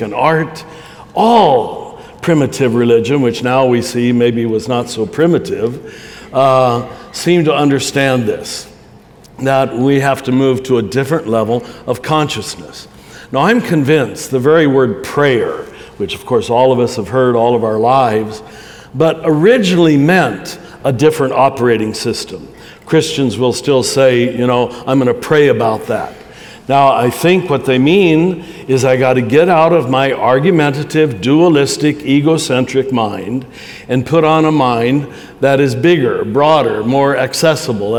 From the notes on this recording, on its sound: From two SAND Conferences recorded before live audiences.